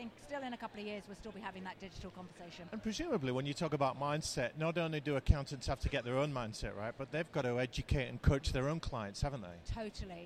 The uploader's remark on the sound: Episode recorded at Accountex 2019.